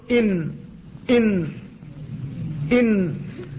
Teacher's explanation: النون خارجة من طرفه أي رأس اللسان تحت، أي من أسفل رأس اللسان